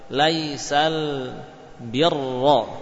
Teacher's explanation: Masuk dari bi langsung ke ra sudah tebal.